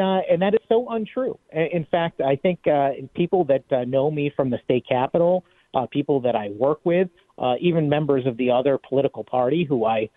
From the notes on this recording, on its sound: take some phone calls